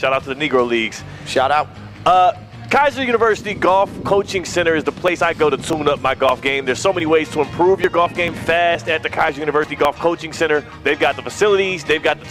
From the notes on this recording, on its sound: Live from the South Florida Fair!